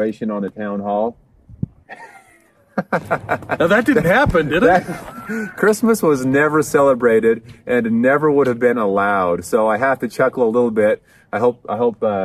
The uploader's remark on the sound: Outside Hildale City Hall.